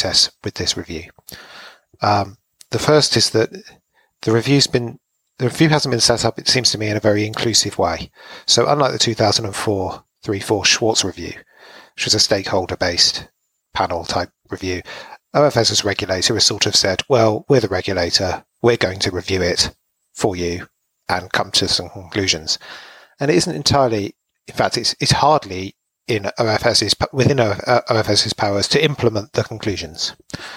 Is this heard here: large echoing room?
no